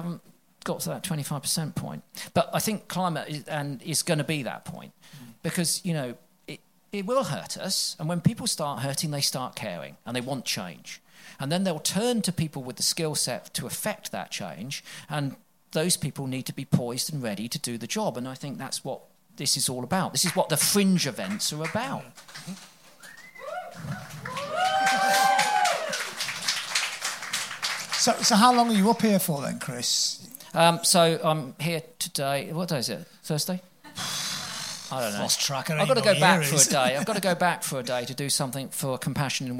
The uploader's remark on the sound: Plate Up! Live at COP26. Enjoy the full live recording.